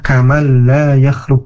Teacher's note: cara membaca hukum idgham bila gunahnya ya, tidak ditahan tetapi memang dimasukkan ke huruf yang selanjutnya, kamal la yakhluq, misalnya seperti itu, huruf nun menghadapi huruf huruf lam.